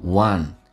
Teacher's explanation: One 是一个前鼻音 W 加个 N. One 轻轻的声音往前靠 One.